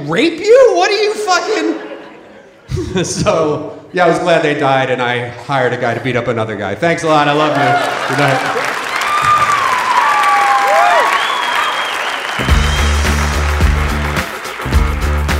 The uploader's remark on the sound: Live from San Fran 2014